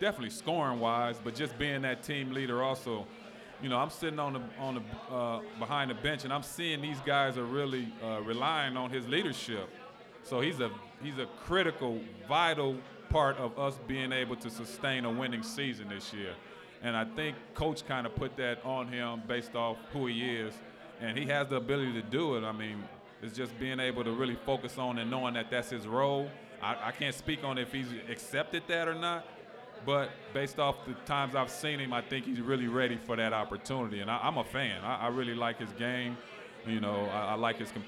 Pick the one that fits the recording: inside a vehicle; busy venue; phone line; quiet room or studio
busy venue